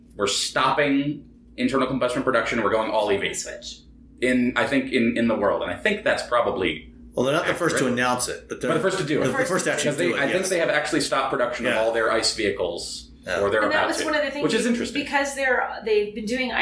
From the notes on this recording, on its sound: Record a live episode from a hotel room (sorry about the room echo) in Bozeman, Montana.